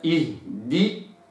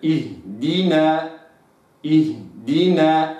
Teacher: فلابد أن نستكمل كسر الهمزة وكسر الدال، أقرأها إي دي وليست إيه، إيه فأنا كده أملت الهمزة